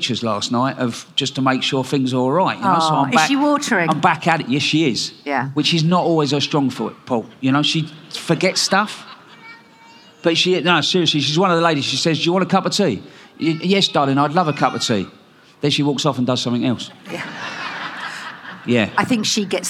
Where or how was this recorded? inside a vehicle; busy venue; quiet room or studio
busy venue